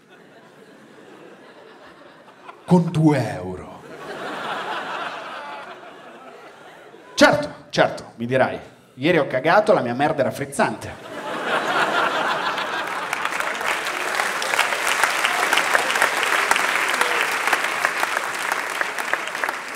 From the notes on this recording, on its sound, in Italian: Registrato a Firenze al Teatro Puccini.